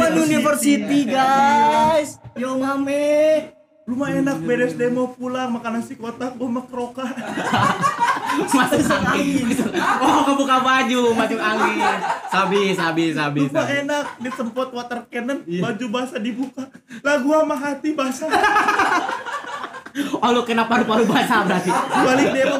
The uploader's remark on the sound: LIVE FROM SALAKA COFFEE